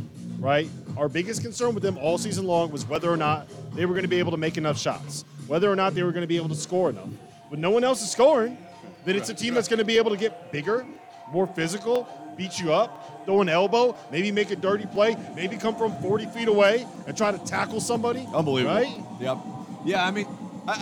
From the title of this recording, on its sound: live from Stadium Swim in Las Vegas